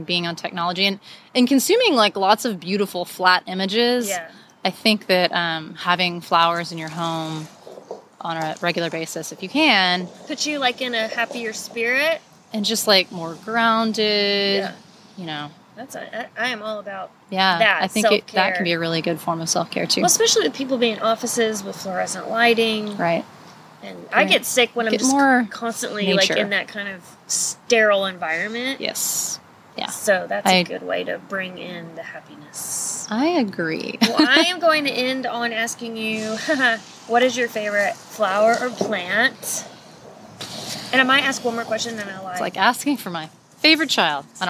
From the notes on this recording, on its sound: Recorded outside at Infinite Monkey Theorem in South Austin.